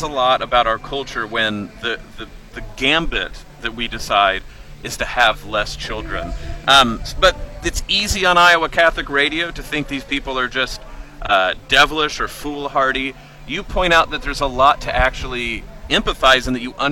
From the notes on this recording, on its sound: Live at the Iowa State Fair.